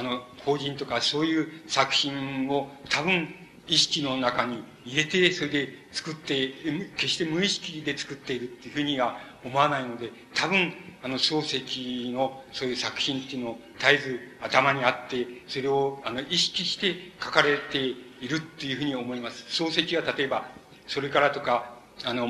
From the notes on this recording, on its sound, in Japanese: 主催：神奈川近代文学館／神奈川文学振興会。場所：神奈川県立音楽堂。芥川龍之介の生誕100年を記念して 神奈川近代文学館で開かれた 「芥川龍之介展」での記念講演会。音源は主催者から提供を受けたもので クリアに収録されている。